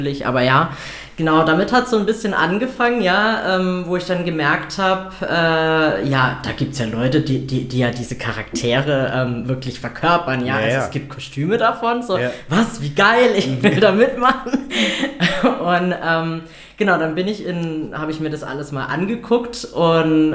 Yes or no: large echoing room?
no